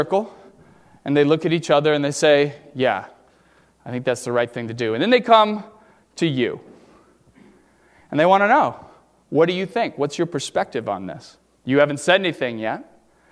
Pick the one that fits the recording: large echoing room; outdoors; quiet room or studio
large echoing room